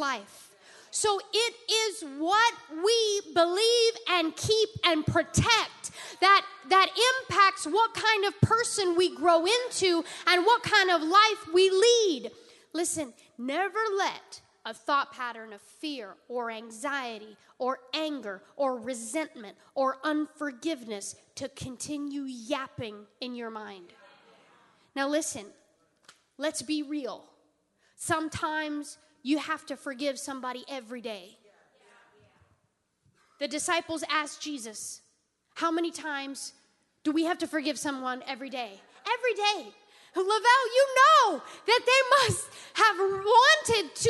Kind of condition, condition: setting, large echoing room